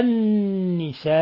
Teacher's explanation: مد متصل زائد نون مشددة فيها حرف غنة مشدد يغن مقدار حركتين